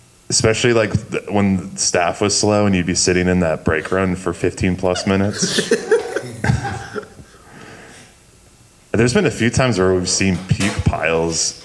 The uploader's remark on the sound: Live at Belvidere Cinema! LIVE from the Belvidere Cinema Gallery as a part of their Six Flags Great America meetup!